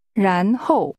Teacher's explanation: the tones are rising and falling